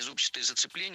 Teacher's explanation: Мы услышали прилагательное «зубчатый» с ударением на первом слоге. И это правильный вариант.